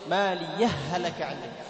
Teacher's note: الهاء في الهاء، يسمى إدغام متماثل · Term: إدغام متماثلين صغير